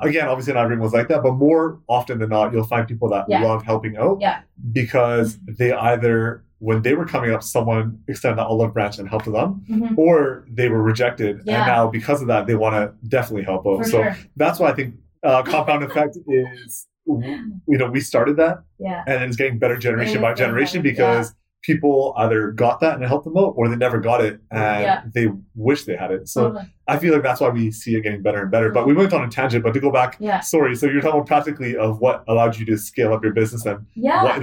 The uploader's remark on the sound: Apologies for the mic issues on this episode as we tweaked some settings.